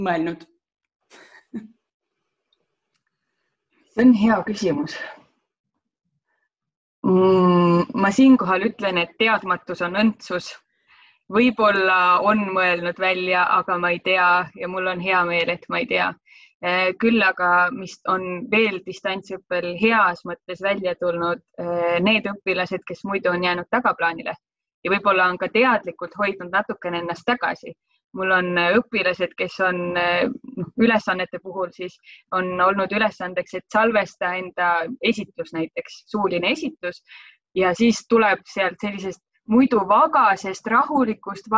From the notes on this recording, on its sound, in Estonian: Võtsime appi videokonverentside tegemise keskkonna Zoom.